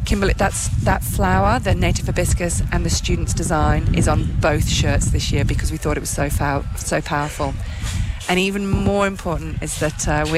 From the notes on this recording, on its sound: Outside Broadcasting from Cable Beach this morning for the Fremantle Dockers Purple Hands Foundation Footy Carnival!